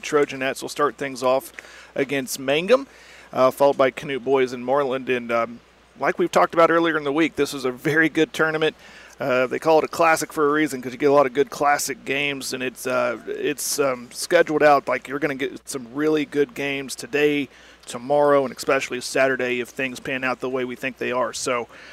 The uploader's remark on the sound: Live at the Merritt Classic.